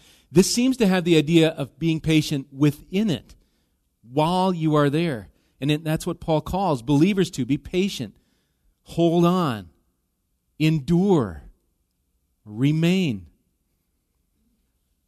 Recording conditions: large echoing room